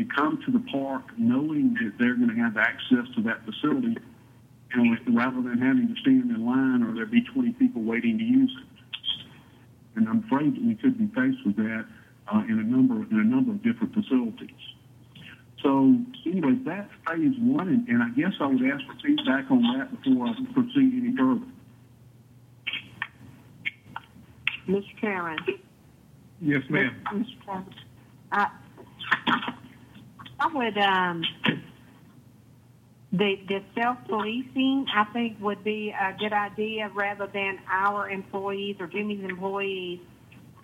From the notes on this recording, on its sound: Regular teleconference meeting of the Liberty County Board of Commissioners.